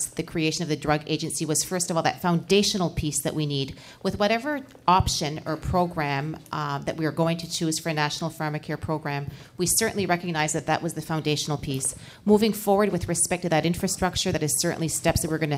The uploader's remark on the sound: In the Canada 2020 studio. Questions from a live studio audience.